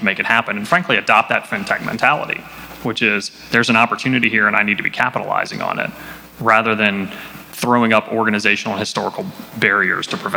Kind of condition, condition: setting, busy venue